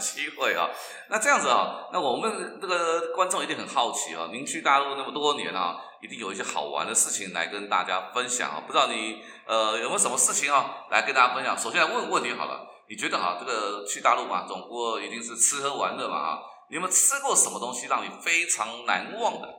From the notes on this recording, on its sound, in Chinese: 因為第一次在教室錄音，所以出現像在防空洞裡的回音，先跟大聲說聲抱歉，也感謝您的諒解。